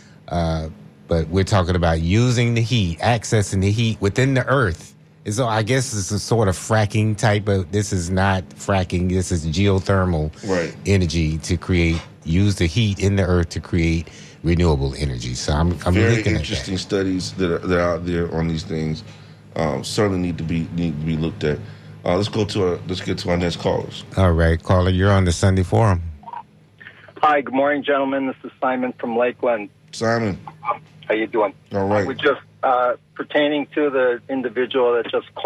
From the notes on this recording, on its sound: unique magazine format call-in show